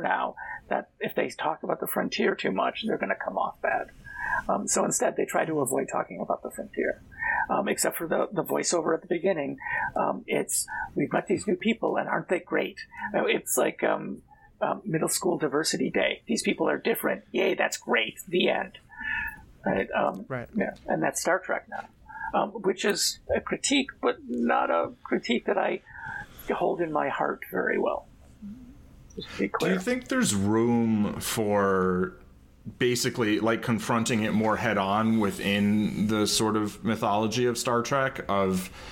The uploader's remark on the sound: We had some problems with the sound quality on this episode.